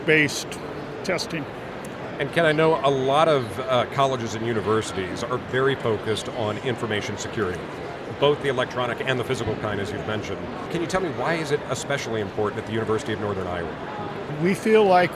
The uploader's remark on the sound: EDUCAUSE 2022. We saddled up our mobile podcast rig and took it to the floor of the show where we went in search of some of the greatest partnerships in higher education. Direct from the floor of the conference.